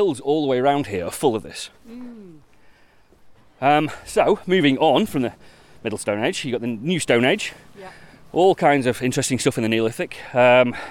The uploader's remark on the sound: This time we’re walking from the Palantine pub in Hadfield, via Lambgates to Roughfields - keeping our eye out for interesting stone markings, bits of pottery and gateposts.